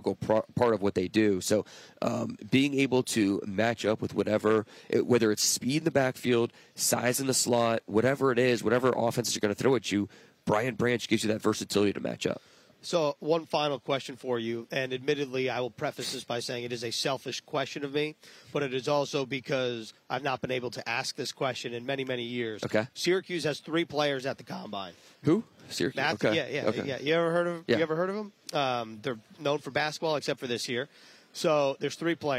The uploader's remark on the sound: live from the 2023 NFL Combine